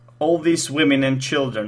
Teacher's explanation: So definitely women and children. I don't think all these have particularly strong stress. · Term: sentence stress